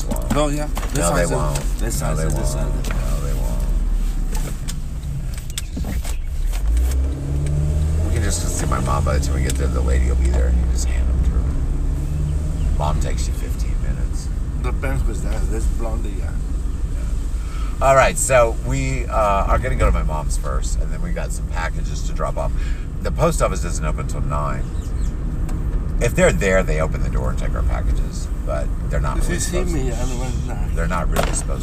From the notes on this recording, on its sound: Chat in Car.